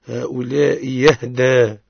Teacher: تحقيق الأولى وإبدال الثانية من جنس حركة الأولى